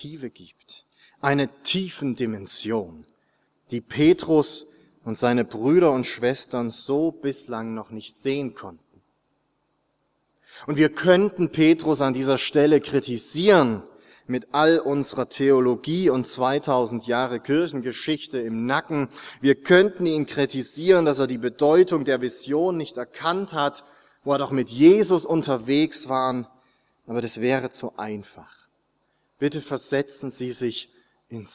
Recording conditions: large echoing room